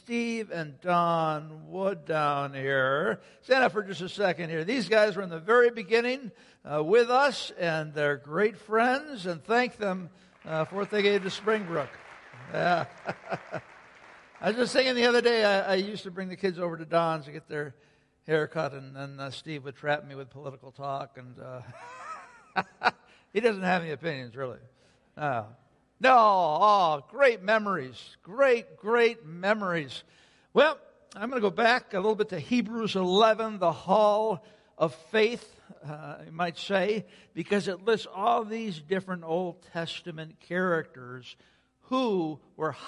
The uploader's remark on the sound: Sunday Worship Service - Audio.